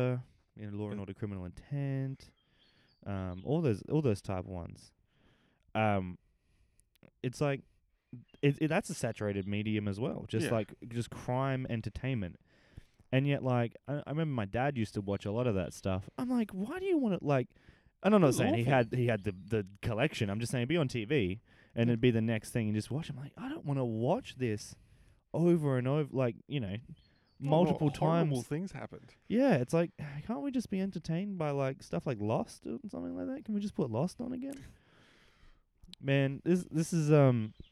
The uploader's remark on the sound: A couple of mics and the midnight air.